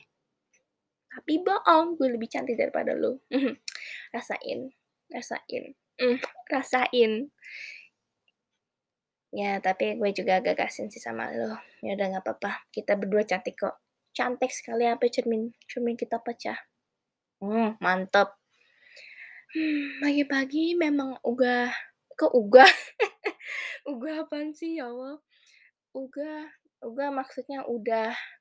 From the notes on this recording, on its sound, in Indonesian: Maaf kalau ada suara gersek-gersek di audio, yah namanya juga podcast pertama.